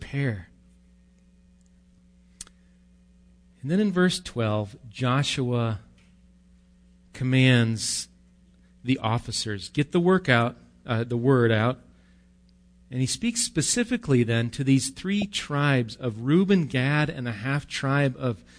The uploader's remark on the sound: Recorded live at Bethany Bible Church.